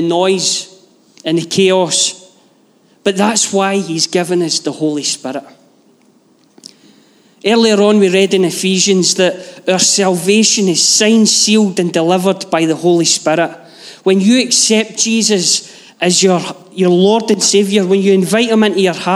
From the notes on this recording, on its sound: Live from our Sunday gathering.